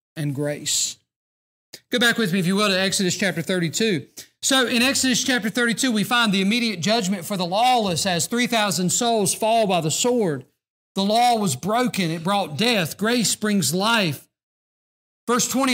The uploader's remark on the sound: during the Sunday evening service on February 24, 2024, at Southside Baptist Church in Mount Airy, NC.